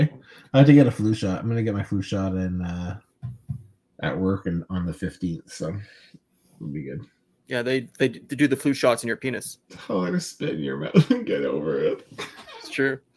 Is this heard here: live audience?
no